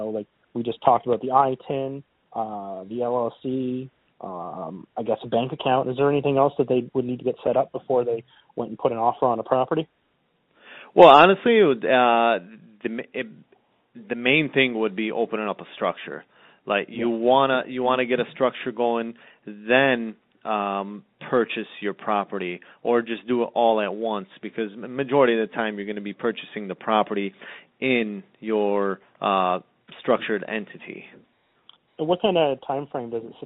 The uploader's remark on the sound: Have a phone call where we answer listener questions.